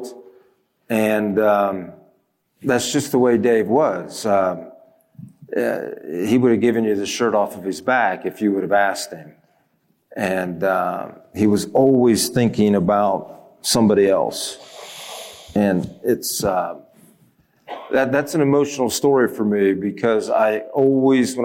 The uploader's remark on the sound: lecture from this year’s 32nd Annual National No-Tillage Conference